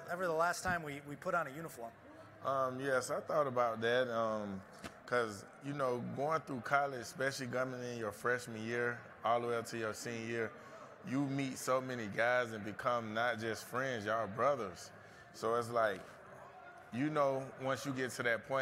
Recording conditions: busy venue